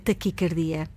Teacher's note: O A é fechado, a forma correta, a pronúncia correta é taquicardia e não taquicárdia.